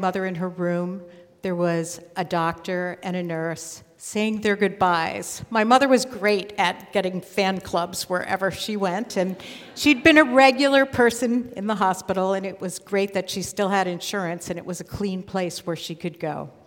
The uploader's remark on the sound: live at Nordia House in Portland, OR Portland Story Theater